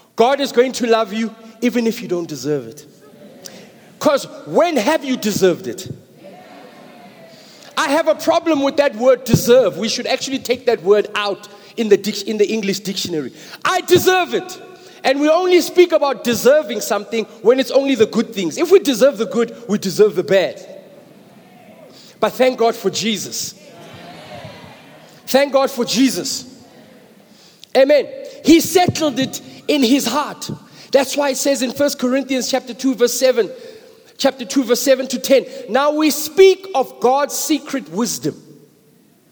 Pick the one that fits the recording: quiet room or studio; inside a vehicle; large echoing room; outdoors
large echoing room